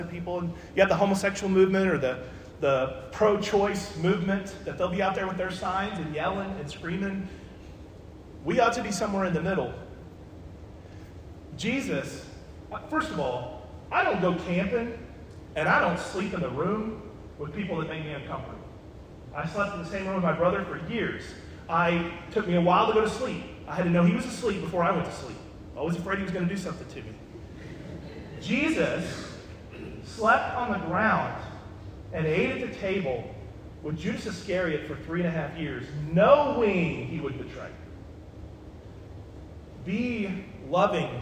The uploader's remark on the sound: This podcast was recorded at the Jefferson Avenue Church of Christ.